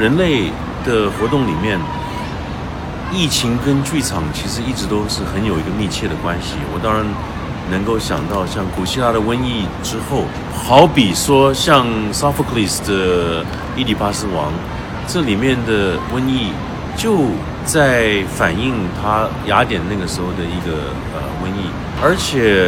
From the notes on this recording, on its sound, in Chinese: 这些声音是我和朋友们在 2020 年到 2021 年参加不同的戏剧节时所采访、聆听和采集回来的，分别来自第七、第八届乌镇戏剧节、首届青年戏剧“斑马奖”颁奖现场、第二届大凉山戏剧节和首届阿那亚戏剧节。